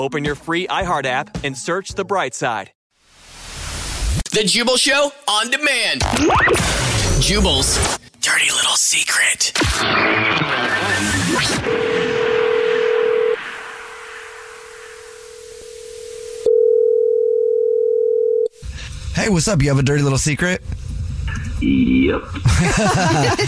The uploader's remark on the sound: One of our listeners is on the phone and wants to tell us his Dirty Little Secret that might be affecting his wifes complection??